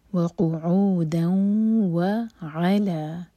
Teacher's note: واو ہے تو ہم مرج کریں گے قِيَامًا وَقُعُودًا سیم رول دال کی تنوین کے بعد واو ہے تو ہم مرج کریں گے تنوین کو واو کے ساتھ · Term: ادغام